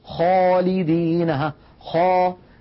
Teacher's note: فيمتلئ الفم بصداه، كما نطقت منذ قليل خاء، لما قلت خاء تلاحظون بأن صوت الخاء ملأ فمي · Term: التفخيم